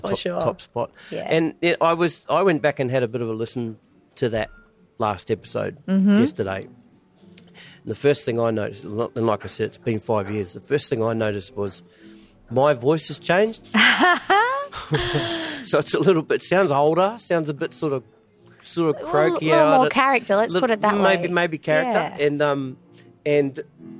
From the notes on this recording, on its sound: This conversation was recorded 09/01/2024 at Starfish Club Clovelly